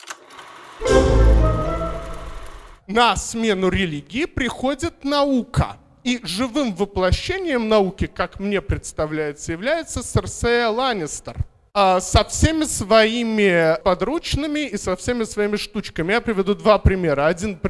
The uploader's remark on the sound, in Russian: Запись доклада с первой в Москве научно-популярной конференции по «Игре престолов» при поддержке благотворительного фонда «Предание» и агентства исторических проектов «Ратоборцы».